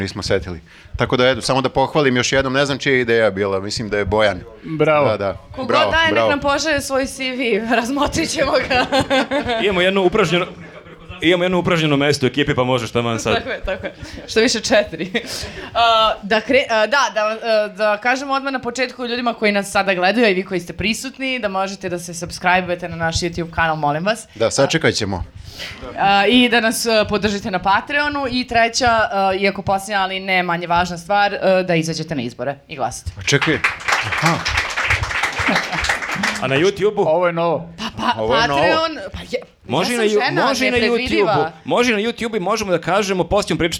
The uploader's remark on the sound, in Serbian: Ove nedelje gostovali smo u Gornjem Milanovcu, snimili još jedan live podkast. Hvala ljudima iz Udruženju "Uzinat" na gostoprimstvu.